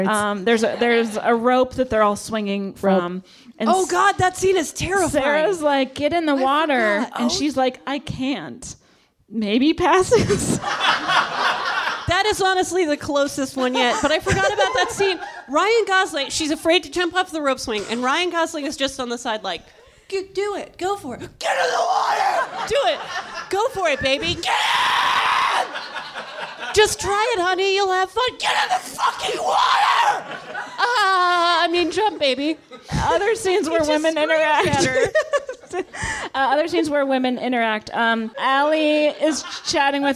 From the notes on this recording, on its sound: On this live episode of The Bechdel Cast. On this live episode of The Bechdel Cast.